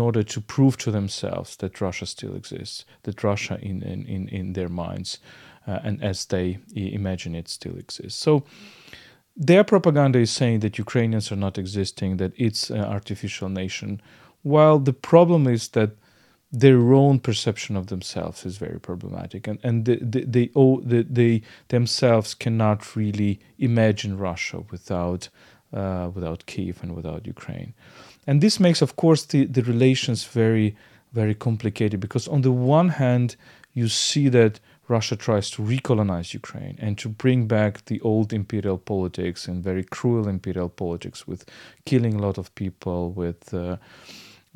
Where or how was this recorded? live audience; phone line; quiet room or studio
quiet room or studio